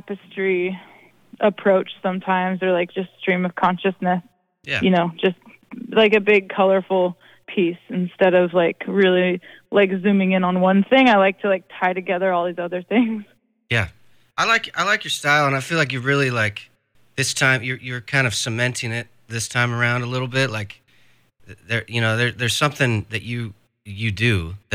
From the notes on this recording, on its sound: chats on the phone